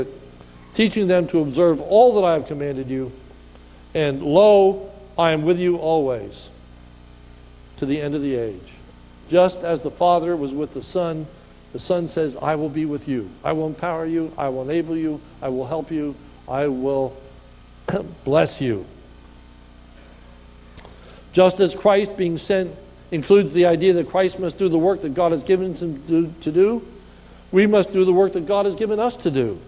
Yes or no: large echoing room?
yes